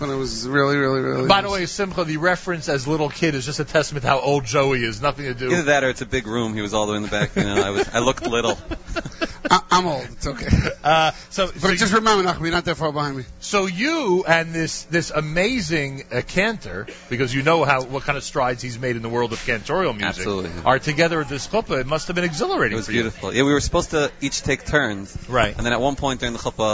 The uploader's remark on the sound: Annual NSN New Year's Celebration Live at Cedar Market in Teaneck, NJ with Live Music and More.